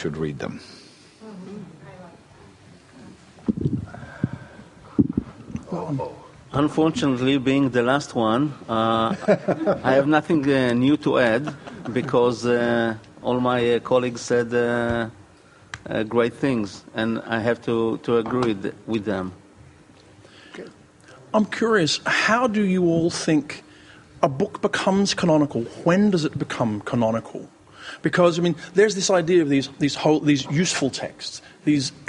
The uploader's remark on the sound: at the World Fantasy Convention held in Saratoga Springs, a panel was presented